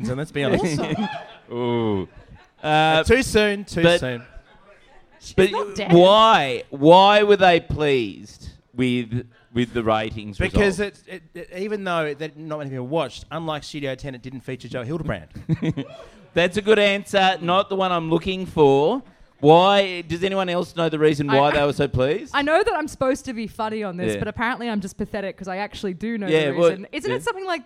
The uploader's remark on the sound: Join each other live for a podcast at the pub!